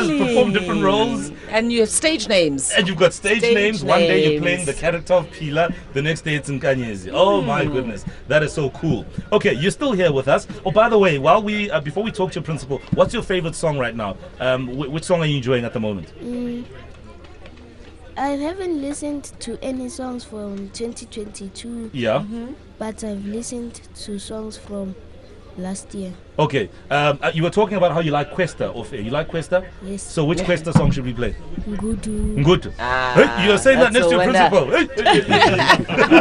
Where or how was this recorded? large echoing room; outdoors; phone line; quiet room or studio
outdoors